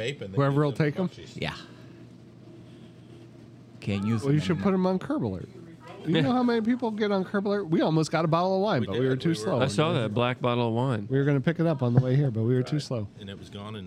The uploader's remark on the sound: Recorded at the bustling Serafina's Pizzeria.